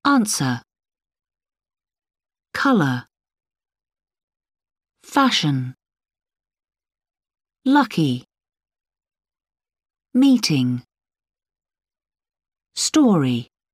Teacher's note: Stress on the first syllable.